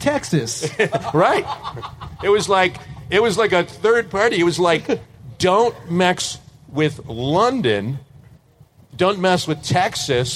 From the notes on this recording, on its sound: Live in Mexico. In Mexico where they discuss Mexico relations in front of a live audience.